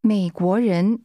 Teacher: The tone first falls, then rises twice.